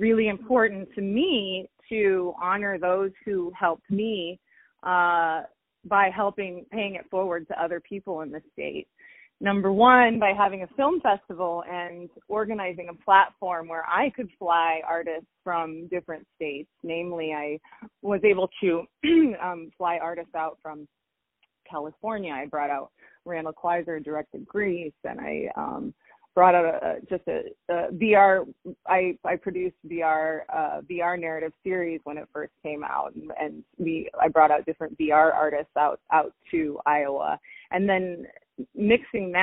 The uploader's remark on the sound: On the phone